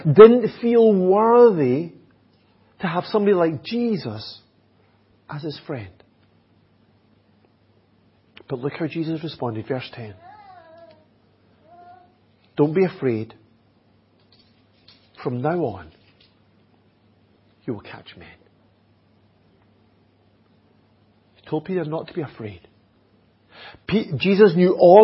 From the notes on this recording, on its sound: Audio recording of the Sunday morning Bible Teaching given. At Enniscorthy Christian Fellowship, Enniscorthy, County Wexford, Ireland.